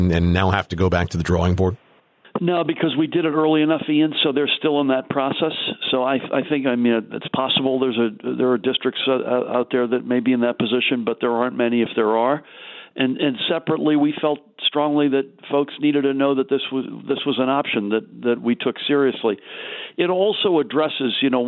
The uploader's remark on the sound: called in to KYW Newsradio